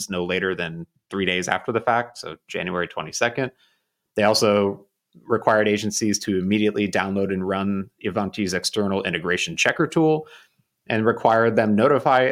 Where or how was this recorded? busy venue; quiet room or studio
quiet room or studio